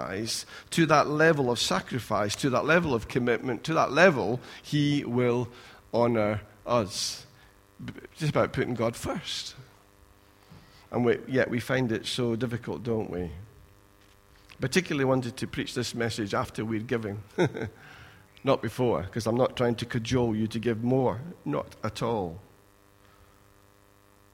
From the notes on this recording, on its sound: Recorded at freedomcentre church, Preston on Sunday 5th February 2017